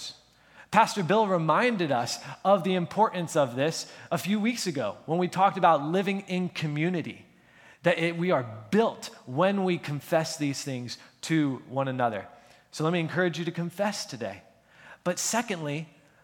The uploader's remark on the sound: at the April 30, 2023 Sunday morning services of Boca Raton Community Church in Boca Raton, Florida